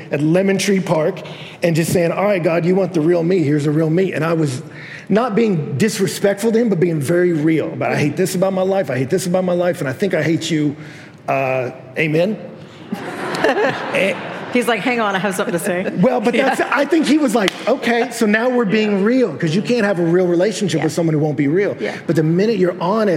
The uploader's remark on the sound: Live from Passion 2021. Some highlights were short round-table conversations.